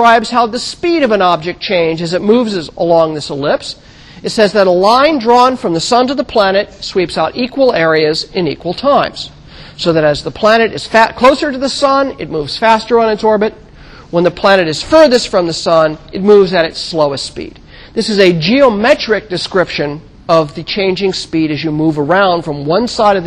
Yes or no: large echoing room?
yes